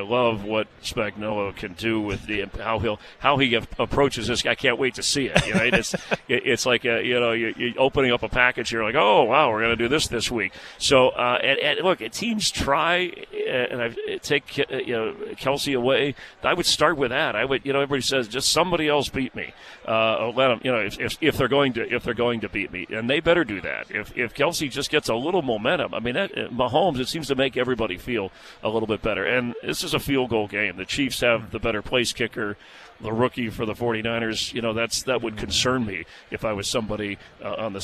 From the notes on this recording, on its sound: live interviews from Radio Row in Las Vegas!